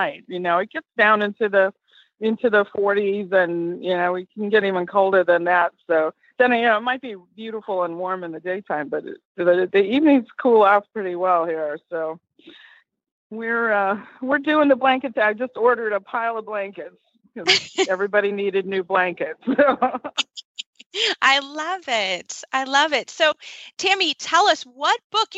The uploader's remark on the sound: Holiday Radiothon. Loads of holiday voicemails and live calls from listeners.